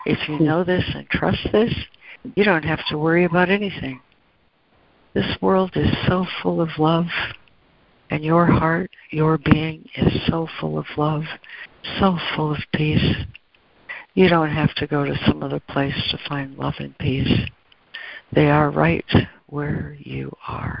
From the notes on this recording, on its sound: ACIM Daily Conference Call.